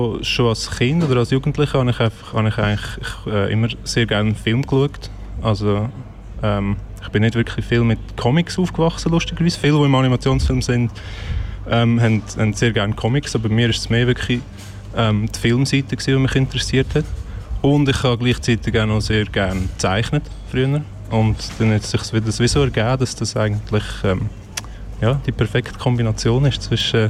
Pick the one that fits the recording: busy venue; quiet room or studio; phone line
busy venue